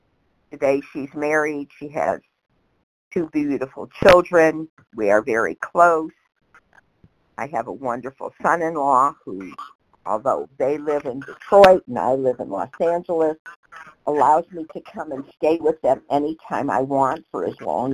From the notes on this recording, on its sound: 100 Pounders Phone Meeting